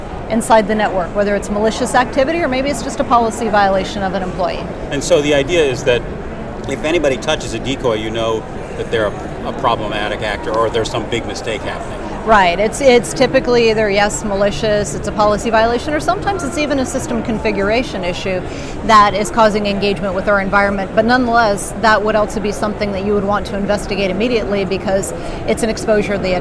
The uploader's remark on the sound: while both were at the RSA 2019 Conference